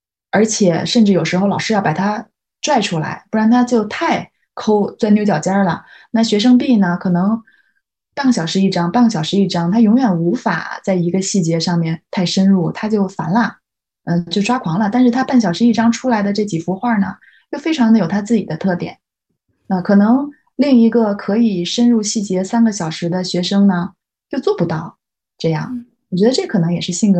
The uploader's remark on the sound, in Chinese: 因为疫情原因，我们这期节目仍然采用了线上云录制的方式，希望音质的损失和小噪音不影响大家的总体收听体验，期待能早日回到面对面录制的日子～。